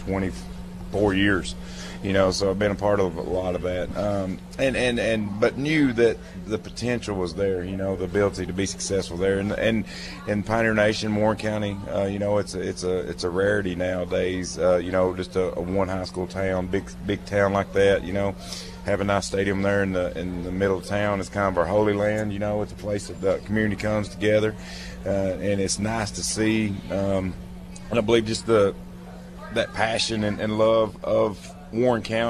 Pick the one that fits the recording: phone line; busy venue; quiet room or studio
busy venue